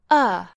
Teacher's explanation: In the study of language, called linguistics, teachers use a drawing to represent the mouth and show where vowels are formed. At the center is the most common vowel sound of uh. It is the most relaxed and natural vowel. It takes almost no effort of the tongue or the throat to create the sound.